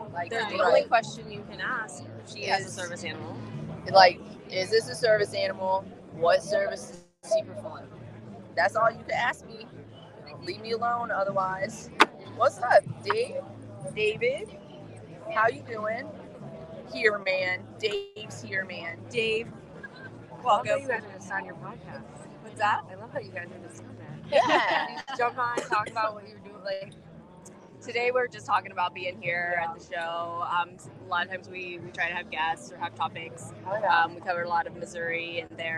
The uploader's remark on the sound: MJ BizCon. Live from MJBizCon.